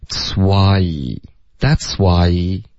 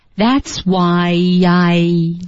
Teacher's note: I,对，是连续两个 I 的音，然后记得这两个 I 的音，这个双元音 I,大家往往是发的不够饱满。哪方面的不够饱满呢？就经常会用一个 I,或者一个爱的这个音，嗯，英文的音会听起来比中文的夸张多了，是 I,它有一个 E 在结尾，你的舌头要彻底的顶上去上颚,that's why, that's why, 这个 E,再滑到后面的 I 的时候就会导致一个 Y 的音